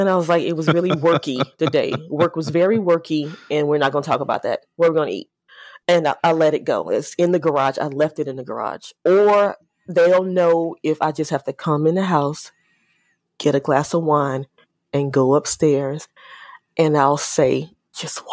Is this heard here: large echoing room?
no